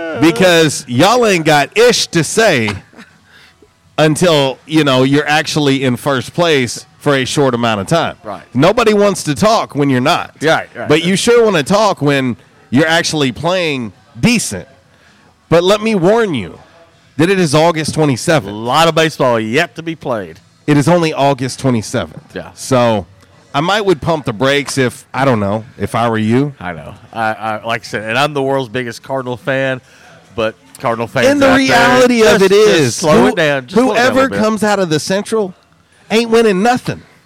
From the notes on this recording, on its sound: LIVE from J’Town’s Grill!